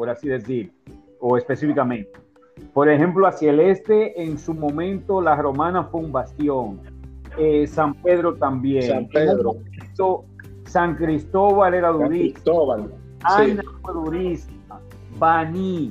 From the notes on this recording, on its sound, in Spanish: Es el encuentro virtual de una generación de Instructores. Por ellos se conservo el audio original sin cortes y preservar ese primer encuentro virtual.